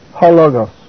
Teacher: Ho, the article, also is a proclitic. That is, it goes so closely with the word that follows as to have no accent of its own. It is pronounced ho logos.